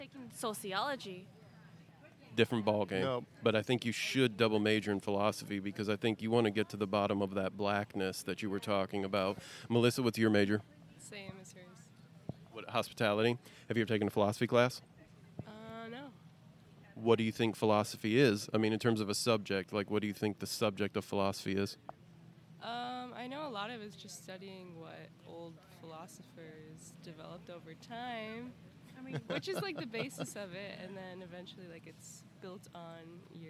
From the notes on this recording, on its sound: This week was itself part of the larger "150 Years of Giant Leaps" sesquicentennial celebration of Purdue University. We asked students and other passersby. Generally opened up the microphones giving people the opportunity to ask a philosopher any questions they had.